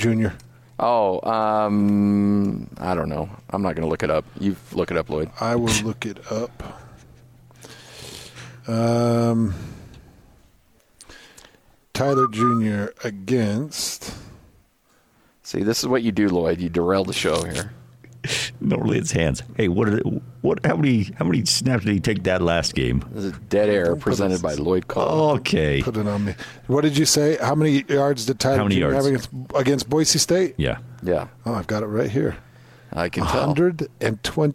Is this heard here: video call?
no